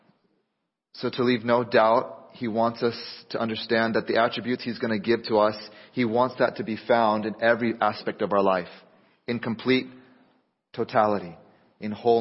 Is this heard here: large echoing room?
yes